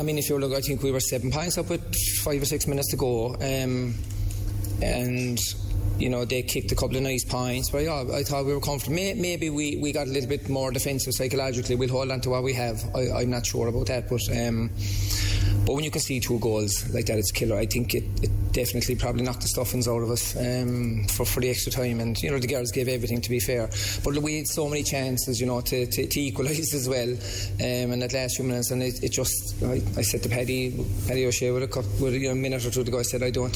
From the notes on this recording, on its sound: live from Croke Park